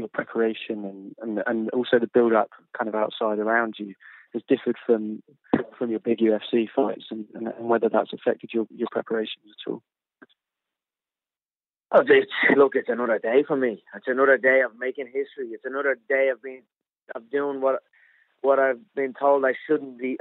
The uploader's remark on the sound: on a conference call